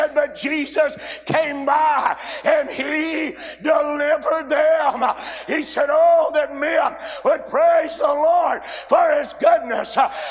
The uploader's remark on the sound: A sermon preached Monday Afternoon during our Spring Jubilee, on March 27, 2023.